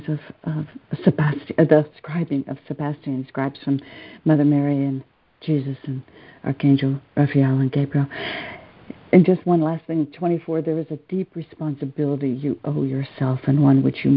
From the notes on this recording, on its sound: ACIM Daily Conference Call